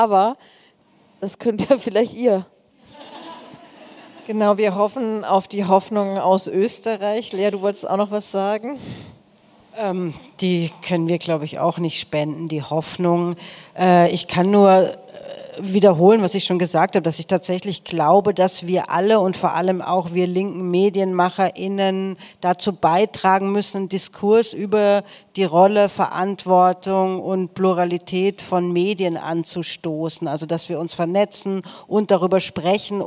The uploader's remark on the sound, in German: wurde auf unserer Geburtstagsfeier im Berliner Club SchwuZ aufgenommen